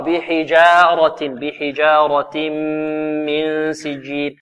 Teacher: الجيم هنا مرققة والراء مفخمة، فنحذر من تقليل الفتحة، فتحة الجيم وكذلك الألف التي بعدها.